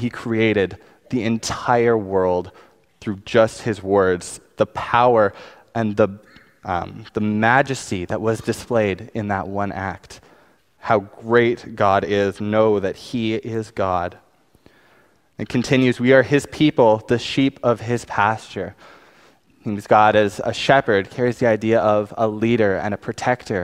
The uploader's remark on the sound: Preached on May 5, 2019 at West Highland Baptist Church